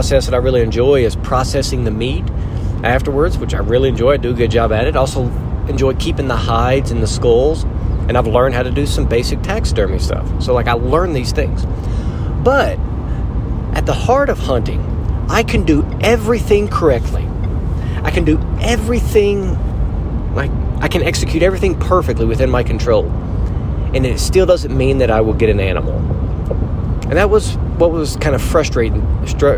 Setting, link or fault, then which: setting, inside a vehicle